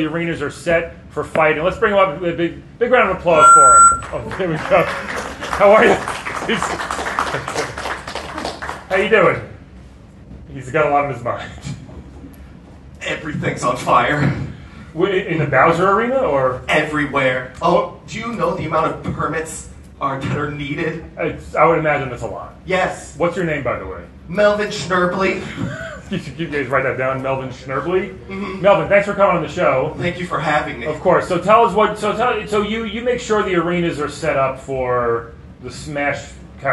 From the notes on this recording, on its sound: Our live episode we did about a month ago at Galaxy Con in Raleigh, North Carolina. It was super fun to do it in a room full of packed people. The audio is fine!